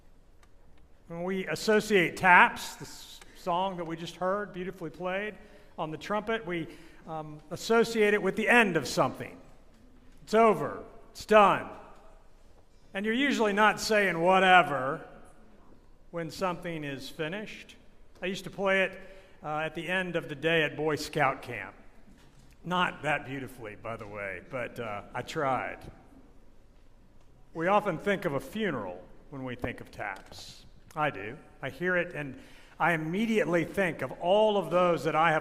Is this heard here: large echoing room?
yes